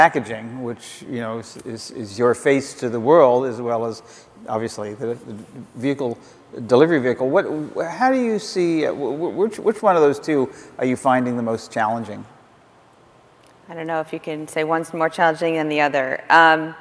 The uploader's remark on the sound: The best of live interviews from GreenBiz events.